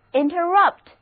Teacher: 重音放在第三个音节上